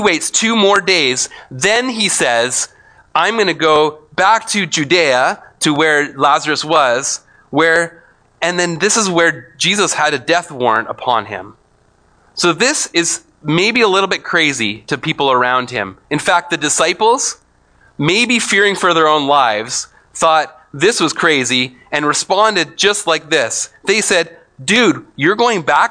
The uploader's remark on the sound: speaks at SouthRidge Fellowship, a Langley church.